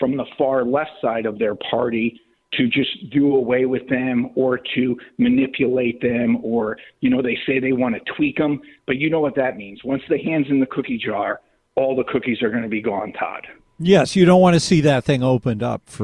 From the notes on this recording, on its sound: take phone calls